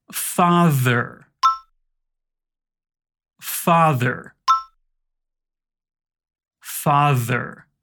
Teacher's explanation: Para fazer esse som, a gente vai colocar a língua entre os dentes e fazer um som de Z, tipo uma abelhinha. · Term: primeiro som do TH